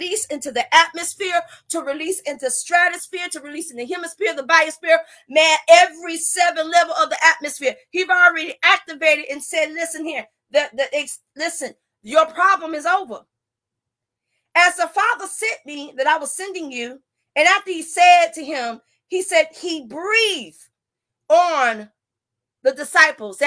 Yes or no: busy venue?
no